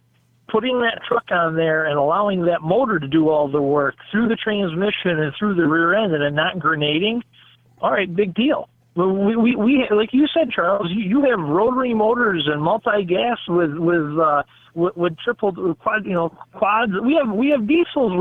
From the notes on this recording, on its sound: The Call In Show.